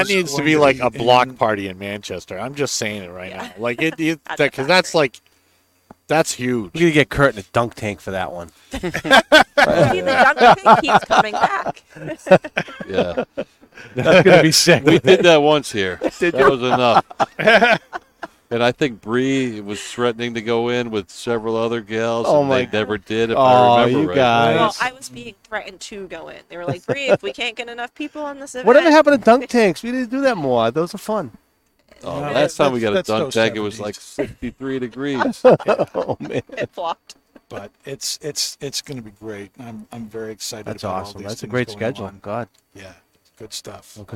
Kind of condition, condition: setting, busy venue